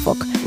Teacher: Os diría que no pronuncian la L, al igual que ocurre en Walking.